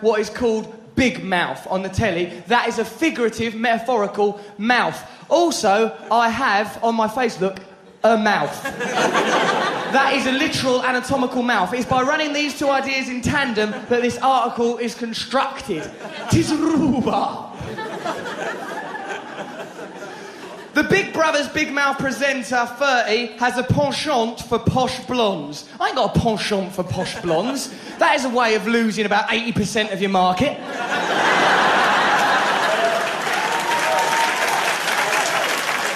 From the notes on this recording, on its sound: Recorded in London during his sell-out 2006 tour.